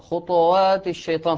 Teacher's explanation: هنا يعني ينبغي أن نلاحظ أن القلقلة، إذا الطاء عند الطاء إذا كانت ساكنة، ينبغي أن لا يضم الإنسان شفتيه خطوات الشيطان، فلا تظهر هل هي مضمومة أو هنا ساكنة. لابد من التحقيق السكوني مع التفخيم دون الميل ميلا كاملا للضم